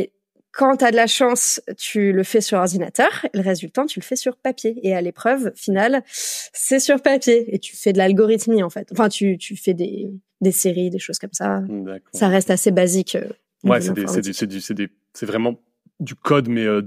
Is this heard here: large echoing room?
no